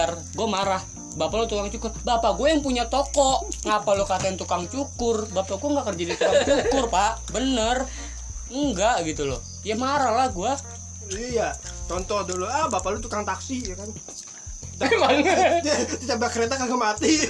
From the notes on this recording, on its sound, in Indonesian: Audio gak jelas dan kalo ada suara kresek2 itu kita lagi makan kacang.